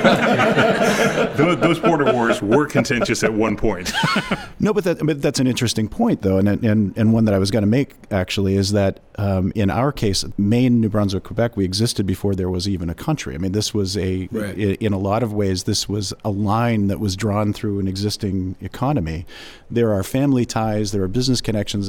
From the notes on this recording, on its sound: Trade Guys on the Road. Head to the Hill for a live recording in front of audiences attending the State International Trade Development Organization (SIDO)'s 2019 Washington Forum.